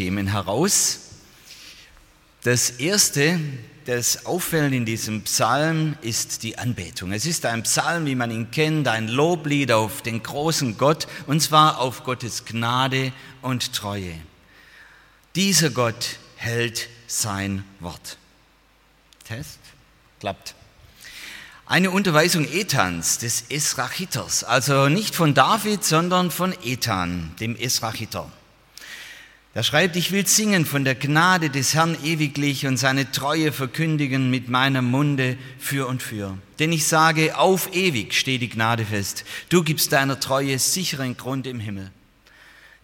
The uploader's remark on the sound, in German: aus dem Gottesdienst der Liebenzeller Mission